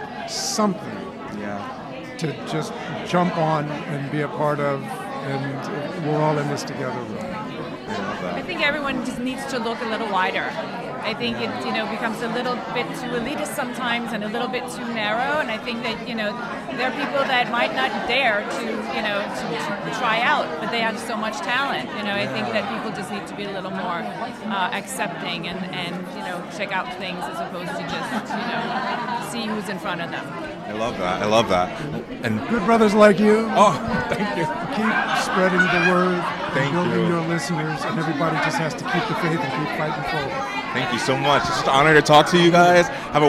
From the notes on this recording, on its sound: Live from The Black Theatre Coalition Inaugural Gala. Islive on the red carpet at The Black Theatre Coalition Inaugural Gala.